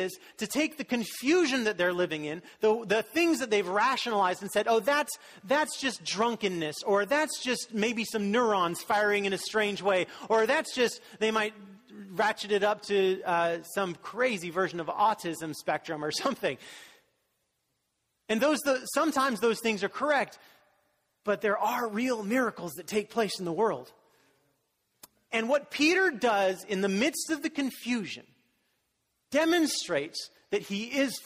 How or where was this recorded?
large echoing room